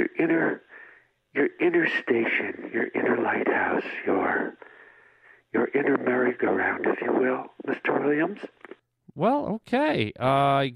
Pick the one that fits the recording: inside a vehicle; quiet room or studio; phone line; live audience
phone line